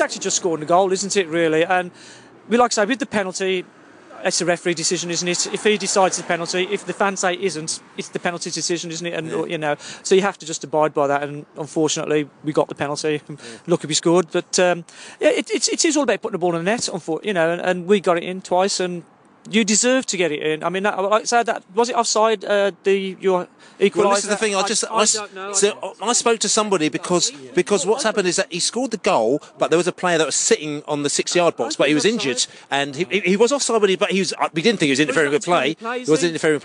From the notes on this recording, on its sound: Post-match podcast from the pub.